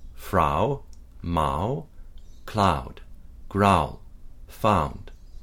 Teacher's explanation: This more back and open version is featured in standard American stage dialect. Ao begins with the open script A sound and quickly closes to the slightly rounded upsilon sound. · Term: diphthong ao